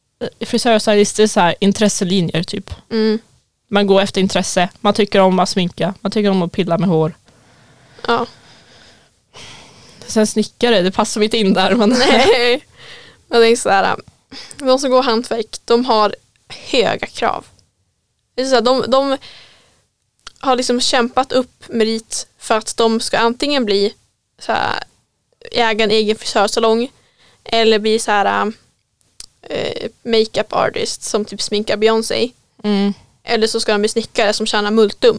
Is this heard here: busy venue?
no